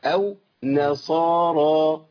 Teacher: وقالوا لن يدخل الجنه الا من كان هودا او نصارى، ما قلنا بلاش بقى خلاص كده، او نصارى، نا النون بس اللي مرققه، صارى كل ده مفخم عندي، الصاد مفخمه وبعدها الف زادها تفخيم